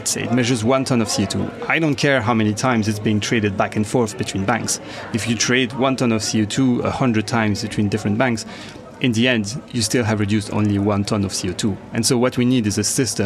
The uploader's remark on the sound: At COP26. Joining us from a busy COP26 conference centre.